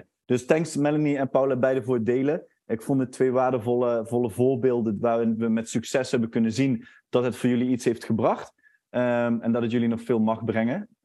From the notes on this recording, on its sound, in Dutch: In deze webinar opname